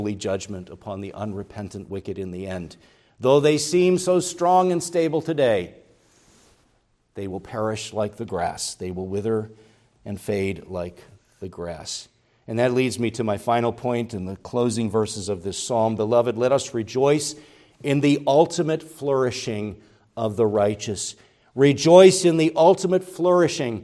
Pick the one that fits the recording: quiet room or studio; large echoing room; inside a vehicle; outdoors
large echoing room